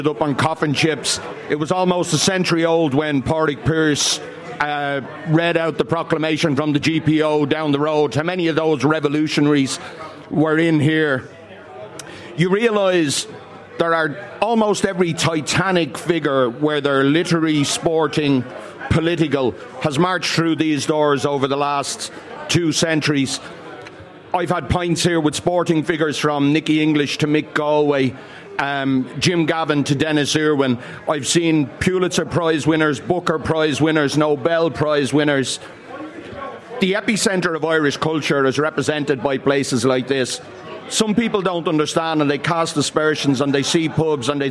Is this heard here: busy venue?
yes